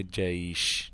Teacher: أما من وسط اللسان تخرج الشين والجيم والياء